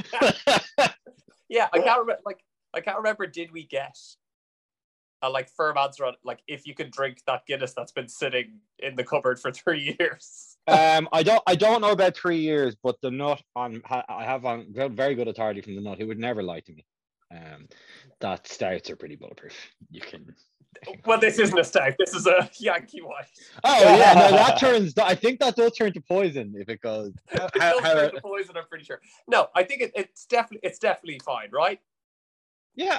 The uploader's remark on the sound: Lots of mic problems this week. Thanks to Sentinel Audio for giving us a home.